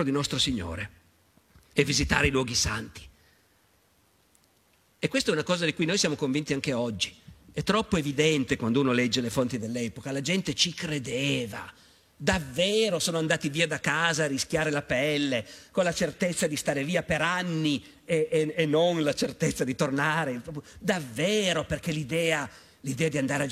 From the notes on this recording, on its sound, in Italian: Teatro Carignano. Tratto dall'evento organizzato dal Festival Internazionale dell'Economia.